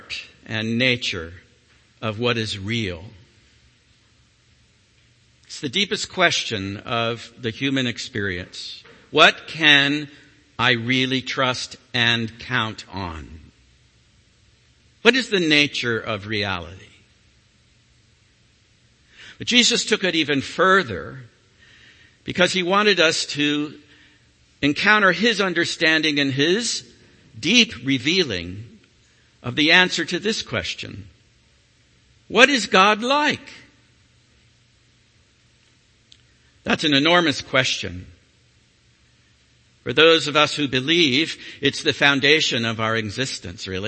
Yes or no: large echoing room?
yes